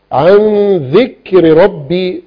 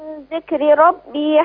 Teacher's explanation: الكاف فيها همس بس وليس قلقلة. · Shown in: first take